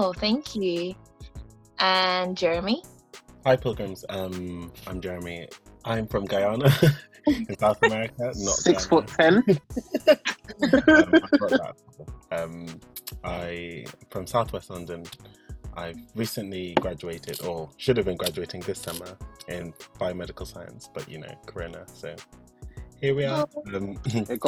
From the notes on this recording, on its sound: The quarantine limits which meant that we had to record via zoom, so please accept my apologies for the quality of the episode.